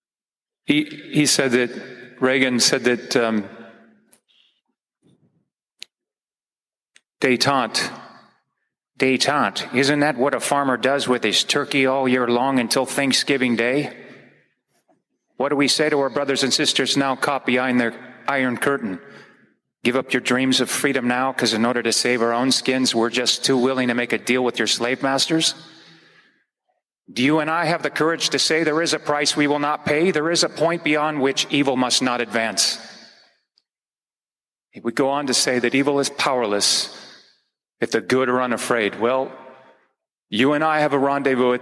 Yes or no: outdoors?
no